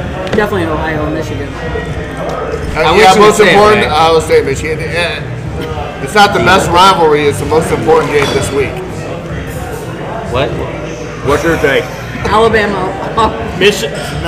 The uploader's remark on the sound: Neighborhood friends who get together weekly at the Neighborhood Watering hole MJ’s Grill in Columbia SC with some brews and a microphone.